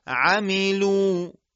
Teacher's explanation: یک میم متحرک پایین ترین مرتبه غنه رو داره